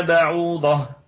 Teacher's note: بعوضة الباء فيها قلقلة نسبية لأنها متحركة. بعوضة العين فيها أتت متحركة بالضم واتصلت الضمة بالواو ففيها مد طبيعي وصلا وقفا. ما بعوضة نقف على الكلمة بالهاء حال الوقف وفي الوصل بالتاء بعوضة فما.